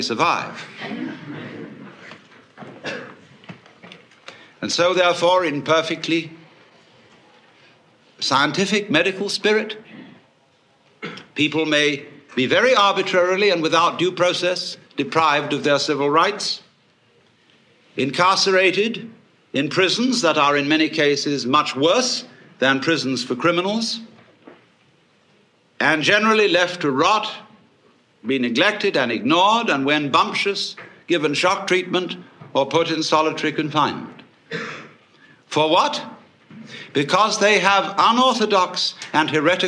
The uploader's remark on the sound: Another big-hall presentation. Was recorded in 1971 in New York City at a conference for western therapy and eastern religion. A stream of audience questions.